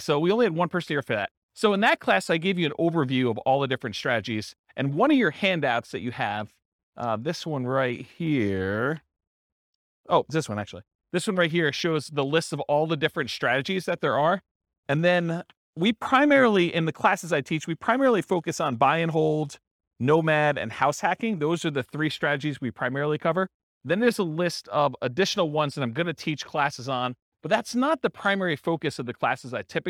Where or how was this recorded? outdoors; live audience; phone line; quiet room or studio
live audience